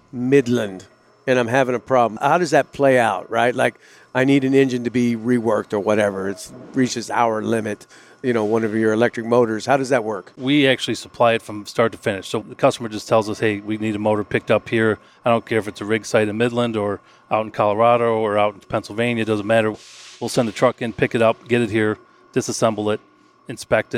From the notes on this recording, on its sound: Recorded live on the shop floor at Joliet Electric Motors (JEM) in Joliet, Illinois. We also get a verbal tour of the machine shop.